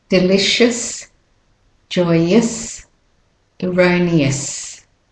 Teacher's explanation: Delicious, so it's us. Again, the OU becomes a schwa.